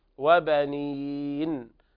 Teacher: أن كان ذا مال يعني صاحب مال، ذا مال وبنين، هنا إدغام بغنة ناقص لوقوع الواو بعد التنوين. وبنين كذلك الوقف على النون بالسكون والغنة التي ملازمة للنون